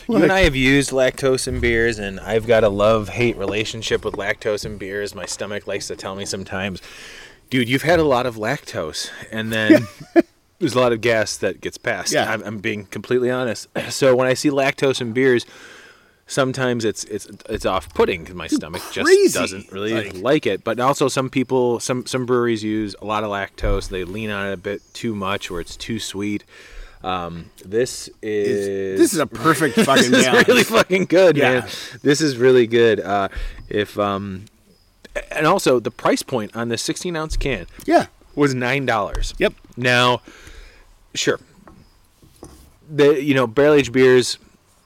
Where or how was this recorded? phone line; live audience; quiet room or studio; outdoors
outdoors